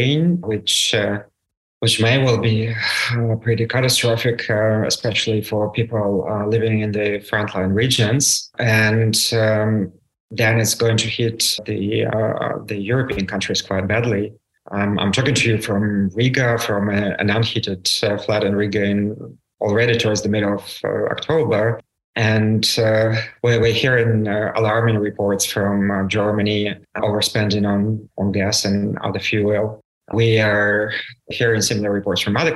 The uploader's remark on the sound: This episode was recorded on October 6th, 2022 via Zoom.